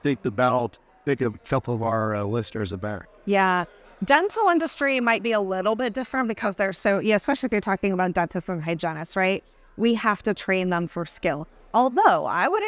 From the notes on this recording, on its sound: In this episode recorded at the recent Dental Trade Alliance meeting. Recorded at DTA.